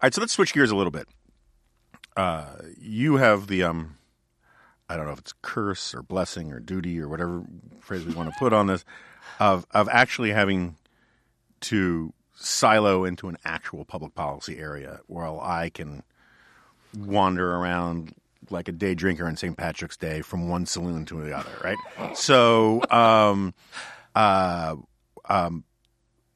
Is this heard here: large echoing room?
no